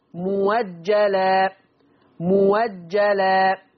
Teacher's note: ورش هيشيل الهمزة المفتوحة ويبدلها بواو مفتوحة بشرط، إن يكون قبلها حرف مضموم